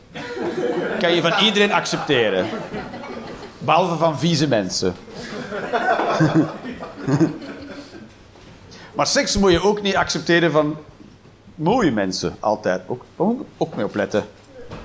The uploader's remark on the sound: Live 11 Juni 2023, Toomler, Amsterdam